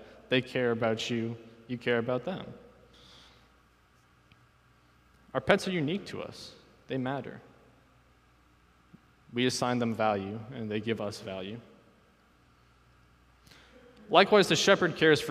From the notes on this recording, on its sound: This message was first preached on August 22nd 2021 at Linglestown Life Church in Harrisburg PA.